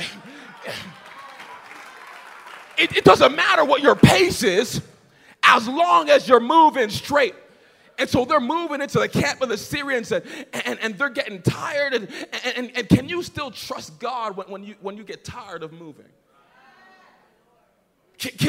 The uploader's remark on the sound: Message preached at Young on Fire Conference (YOF) 2019